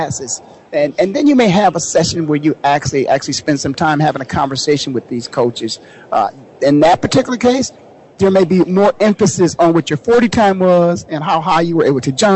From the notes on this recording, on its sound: LIVE FEB 2nd 2013 from the Player Networking Event in New Orleans. LIVE from New Orleans Louisiana at super Bowl 47.